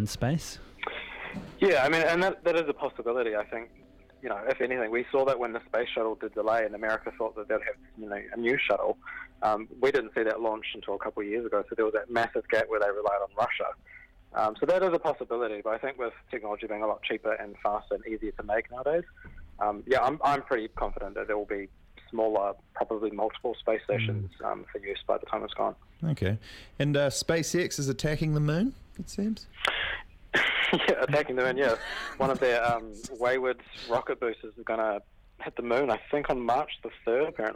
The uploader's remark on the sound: jumps on the phone to chat